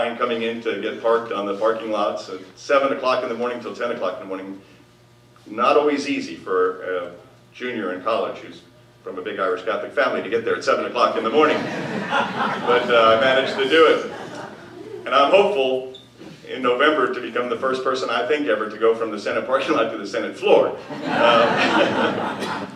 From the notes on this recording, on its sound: Addresses The Ripon Society's 4th Annual Symposium On Leadership on March 7, 2014. Appeared before a legislative symposium sponsored by The Ripon Society, delivering a Keynote Address.